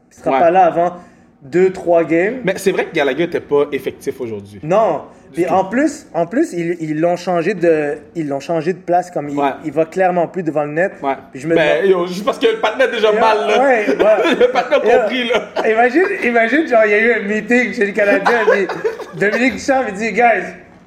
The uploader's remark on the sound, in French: Live du Centre Bell.